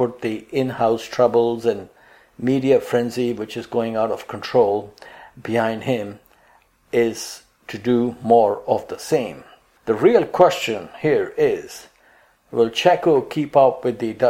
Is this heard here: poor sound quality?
no